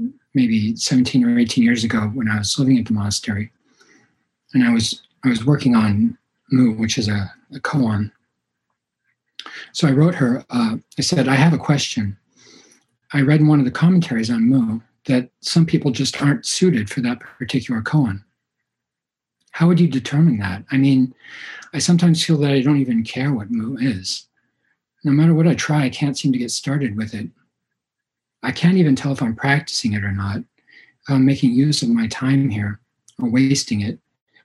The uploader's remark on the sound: Zen Mountain Monastery (Via Zoom).